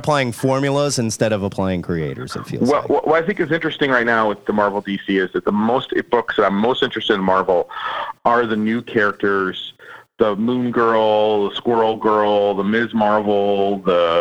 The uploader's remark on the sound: The bi-weekly, comic book call-in show where YOU control the topics!